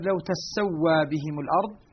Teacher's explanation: نافع وابن عامر يشددان السين من تسوى